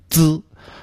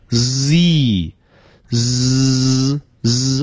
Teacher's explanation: 舌尖先把两个牙齿中间堵住了，然后再发这个音，有一种爆破音滋。而英语里呢它不能堵住，一开始呢就露出缝隙让气流出来，所以没有爆破音 · Shown in: second take · ，它应该是这么发音 Z ZZ。哎，这个时候呢气流不被堵住啊， Z 最后元音落在这个 E 上，Z。哎，发 E 的时候也要注意舌面要上抬。那么这样呢我们就把26个字母啊都念完了。通过以上讲解呢我们可以感觉出26个字母看